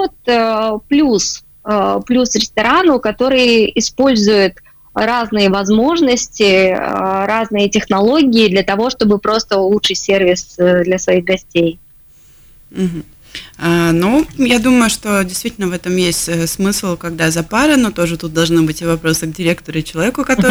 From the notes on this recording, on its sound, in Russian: В эфире программы «Открытая Кухня» созваниваемся